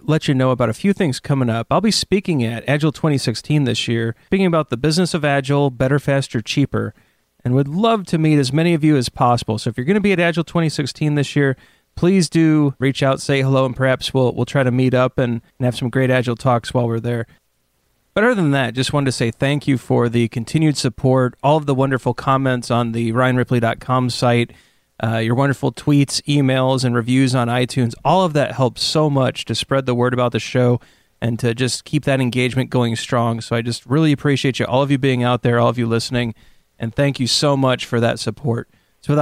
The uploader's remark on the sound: at The Path to Agility Conference